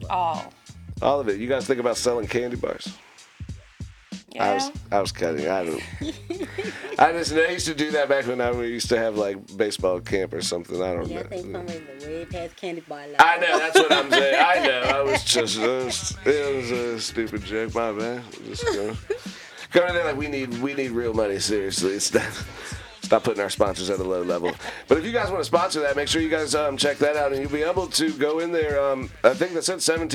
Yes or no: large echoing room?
no